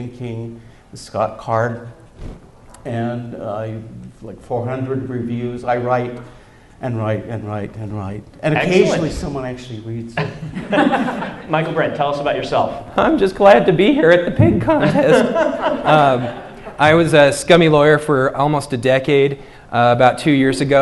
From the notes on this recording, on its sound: In front of a live audience at UVU.